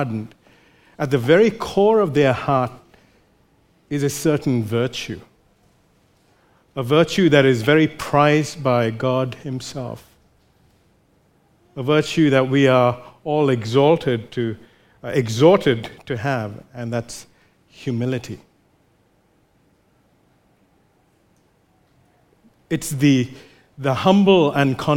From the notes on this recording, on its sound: recorded live at Grace Community Bible Church